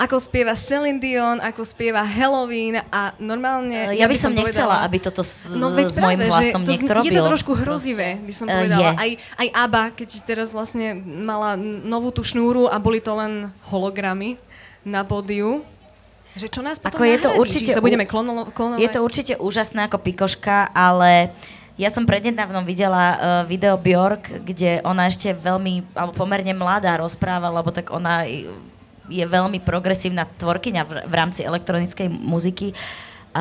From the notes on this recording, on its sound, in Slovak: Sme nahrali live podcast. Sme si premiérovo v sobotu pripísali live verziu z veľkého pódia. Prinášame vám editovanú verziu nášho festivalového live podcastu.